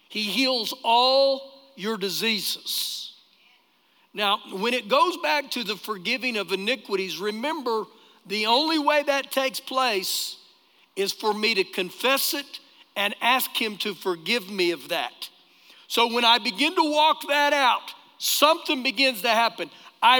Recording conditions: live audience